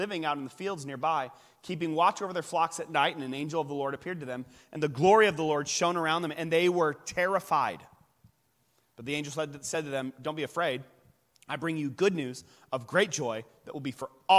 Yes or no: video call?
no